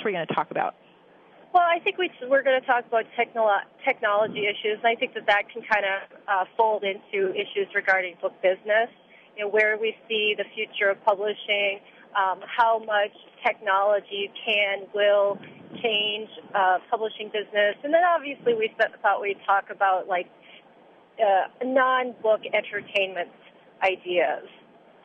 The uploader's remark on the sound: Is driving, and we're recording our conversation. Too close to the phone.